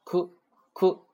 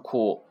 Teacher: 不要读成苦，不撅嘴 · Shown in: first take